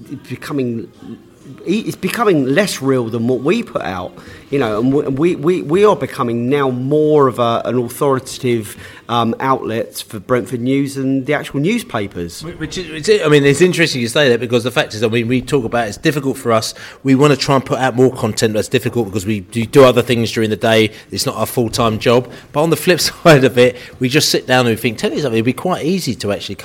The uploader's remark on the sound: Sunderland pre-match podcast from the pub. In the studio (er pub).